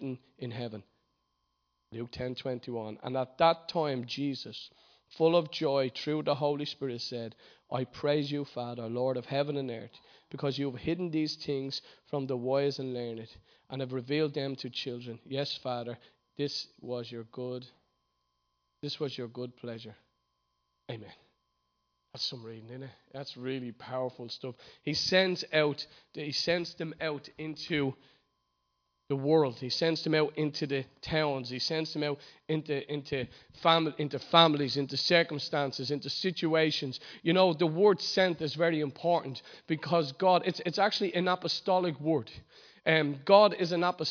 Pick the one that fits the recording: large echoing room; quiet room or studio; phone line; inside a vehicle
large echoing room